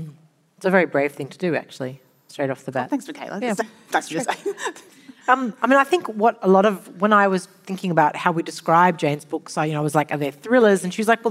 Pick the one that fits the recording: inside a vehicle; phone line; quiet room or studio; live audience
live audience